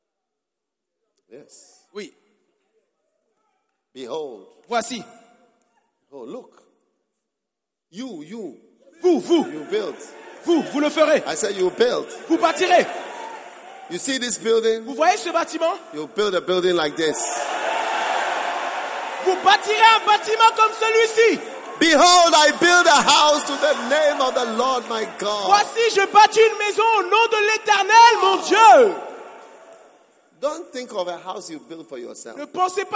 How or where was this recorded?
live audience